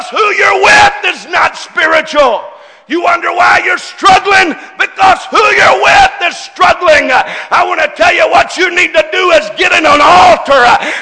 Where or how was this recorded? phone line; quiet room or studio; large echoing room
large echoing room